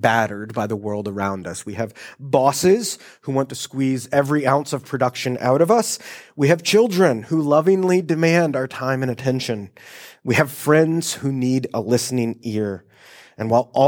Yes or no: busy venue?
no